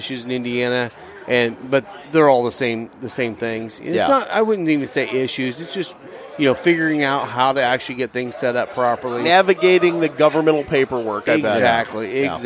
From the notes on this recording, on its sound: Do a joint podcast from the second annual Rivermen Cigar Company Festival. We speak with a number of listeners.